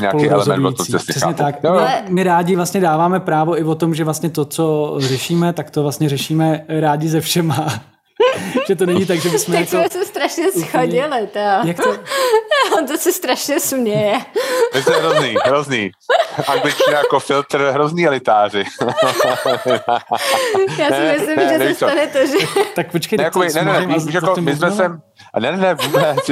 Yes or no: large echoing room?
no